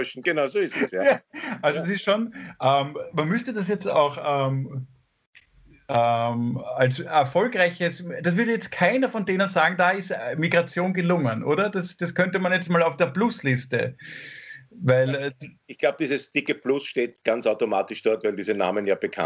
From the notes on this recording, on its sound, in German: Aufzeichnung einer Skype Session. Weil das aktuell nicht möglich ist, finden sie ihr Publikum, indem sie einander via Skype am Abend beim Reden zusehen.